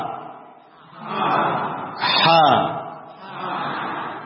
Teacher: Wasatul halq yakni keluar dari tengah tenggorokan.